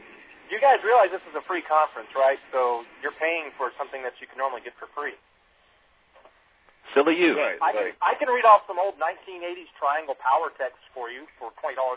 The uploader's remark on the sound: Prank Phone Calls Collection